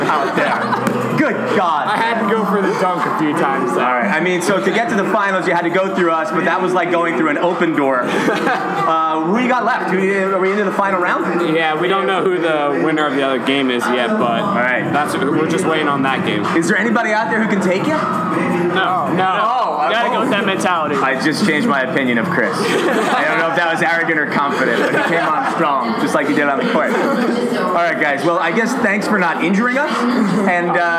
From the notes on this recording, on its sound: we take our mics to MiniTHON